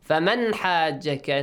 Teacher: Nun Sakin plus Ha, Ha is from the throat letters, from the إِظْهَار rule.